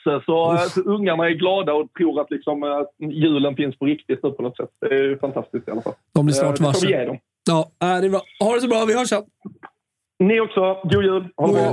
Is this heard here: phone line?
yes